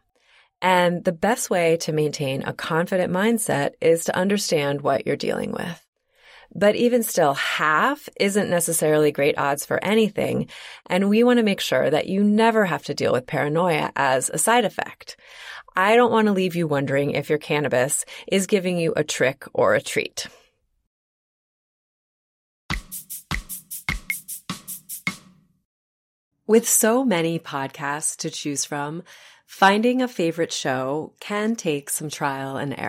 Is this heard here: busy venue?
no